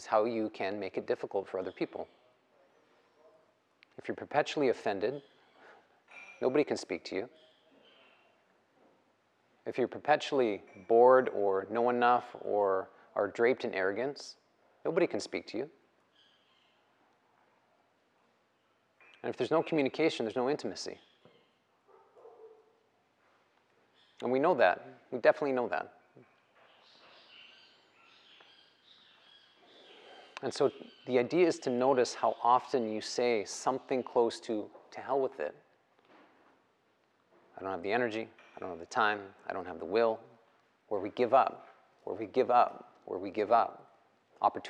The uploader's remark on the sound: The live recorded lecture took place during a 200-hour yoga teacher training at Peace Retreat in Los Pargos, Costa Rica